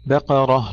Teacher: نرقق الباء ونفخم القاف والراء